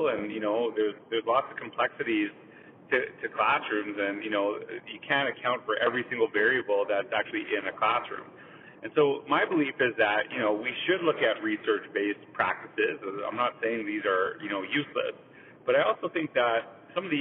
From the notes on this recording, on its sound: Thoughts from the Car. I wanted to try something different, so I started recording #thoughtsfromthecar.